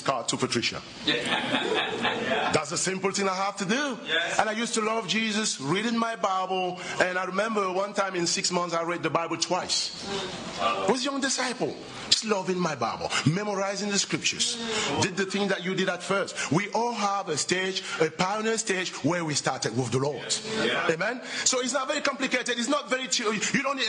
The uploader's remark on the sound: at the European Missions Conference